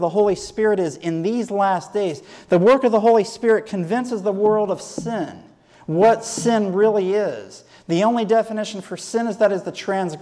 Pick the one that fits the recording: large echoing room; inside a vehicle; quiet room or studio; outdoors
large echoing room